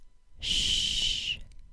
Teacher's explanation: The tongue is flatter, causing the air to pass in a flat stream between the front of the tongue, not the tip of the tongue as for the S sound, and the back of the tooth ridge. It sounds like shh. · Term: SH sound